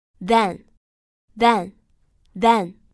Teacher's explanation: 我们说这两个单词开头都是需要咬舌头的一个浊辅音 · IPA: [ð]